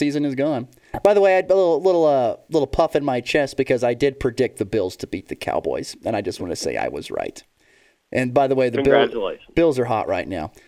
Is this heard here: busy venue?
no